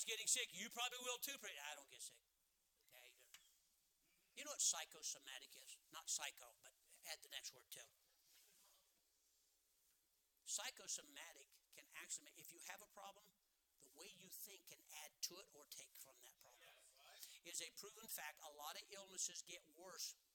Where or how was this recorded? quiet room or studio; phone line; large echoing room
large echoing room